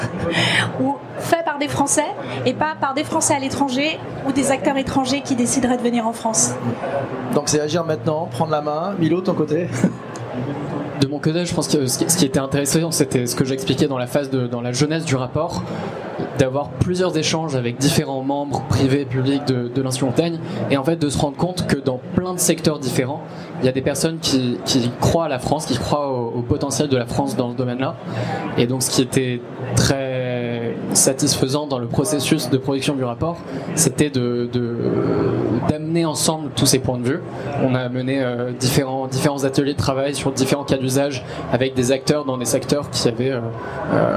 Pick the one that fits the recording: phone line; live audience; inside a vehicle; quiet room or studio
live audience